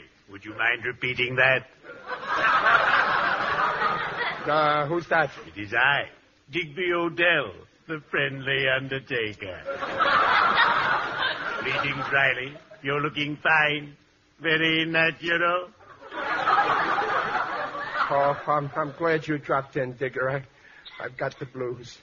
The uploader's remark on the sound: The program was broadcast live with a studio audience. Howls of laughter and applause from surprised audience members.